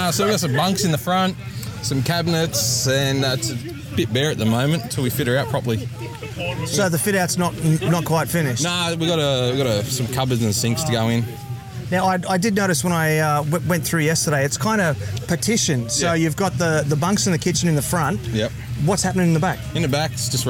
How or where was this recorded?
busy venue